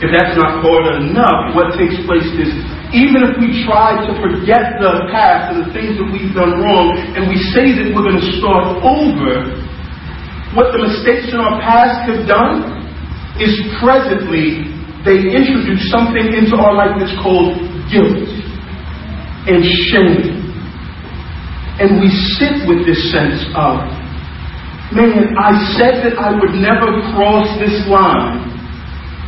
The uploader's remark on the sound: For our First Service as Cornerstone Church. We apologize for the low audio quality.